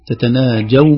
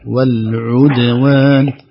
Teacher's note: انتبهي انتبهي لفتحة الجيم تتناجوا وضمة العين والعدوان